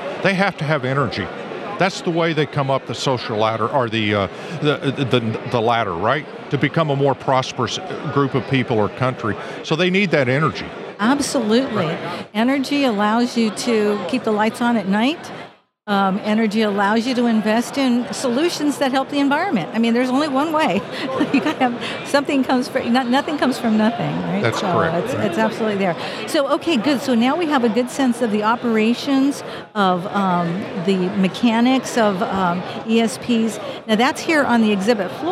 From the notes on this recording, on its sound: Recorded live at the 2023 ESP Symposium Chair a Society of Petroleum Engineers Gulf Coast Section.